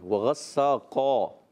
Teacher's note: وغساقا قاف پر رکھے گے بیٹا، اور اس کا الف بھی موٹا کریں گے